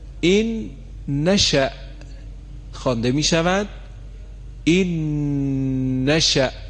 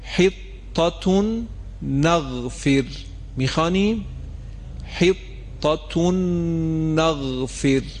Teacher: نون مشدد رو صداش رو دو حرکت کشیدیم · Term: ادغام با غنه